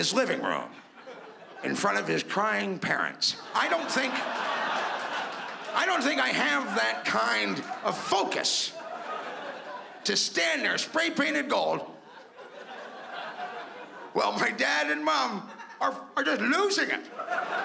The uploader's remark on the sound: stand up from the Just For Laughs Festival in 2015